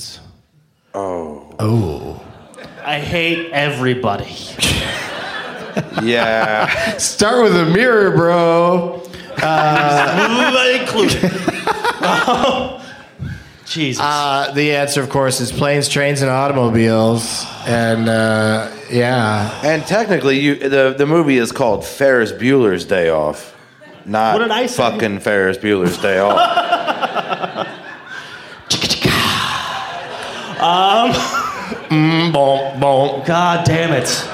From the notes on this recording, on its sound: Live from the Oklahoma Contemporary Arts Center in Oklahoma City